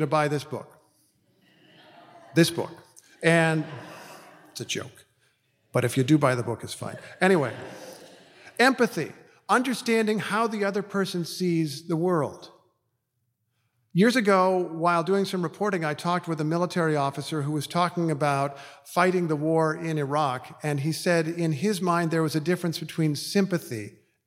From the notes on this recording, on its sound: Speaking at the Westminster Town Hall Forum. This program was recorded in front a live audience at Westminster Presbyterian Church in downtown Minneapolis on October 7, 2023.